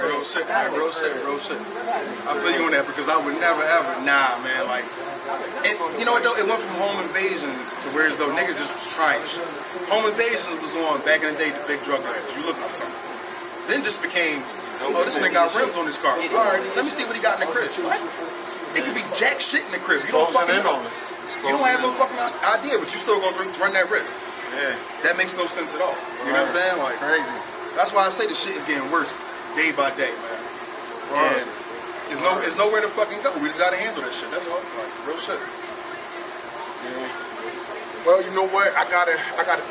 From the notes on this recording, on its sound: On Location At The Wissahickon Bar And Bistro 5109 Rochelle Ave. Philadelphia, PA 19128.